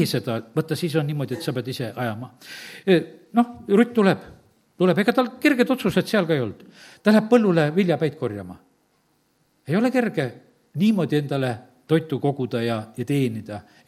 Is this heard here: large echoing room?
yes